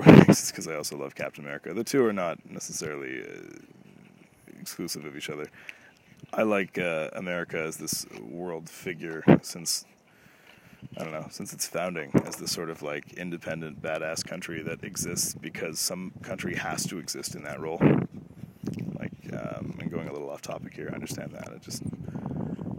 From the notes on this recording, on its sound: I headed to the outdoors of a local Provincial park, and just threw around some ideas on route. That is the wind you can hear some time, so I apologize for that.